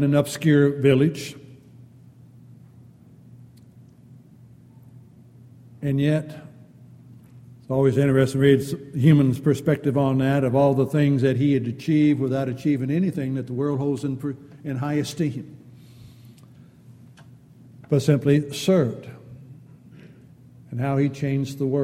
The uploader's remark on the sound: Downtown Church Of Christ Audio Sermon